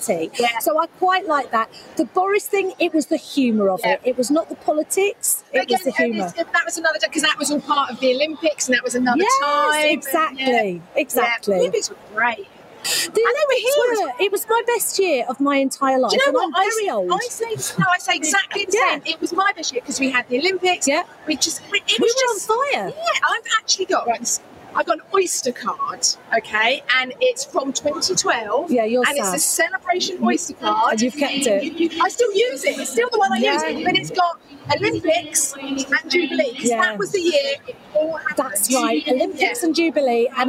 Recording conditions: busy venue